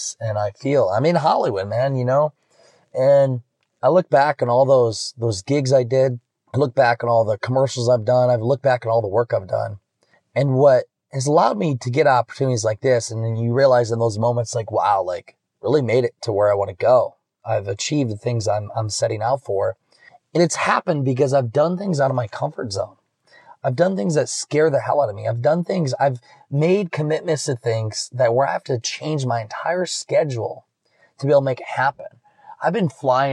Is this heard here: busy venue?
no